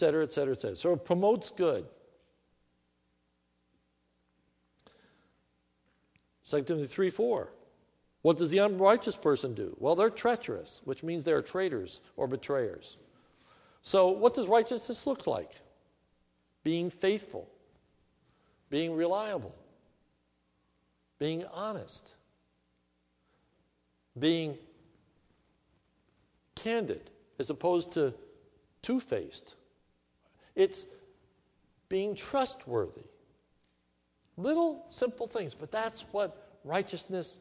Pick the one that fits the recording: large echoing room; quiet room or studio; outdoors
large echoing room